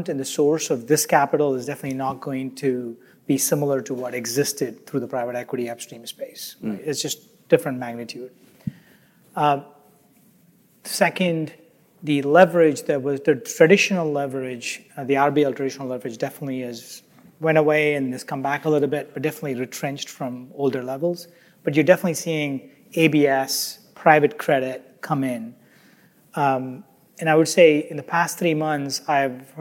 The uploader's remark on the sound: In this panel recording. The panel was recorded at the Reuters Events Commodity Trading USA event.